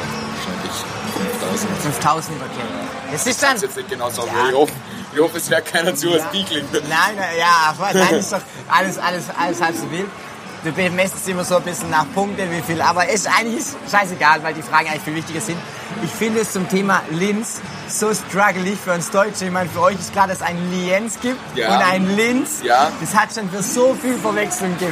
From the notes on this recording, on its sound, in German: Live vom Canstatter Wasen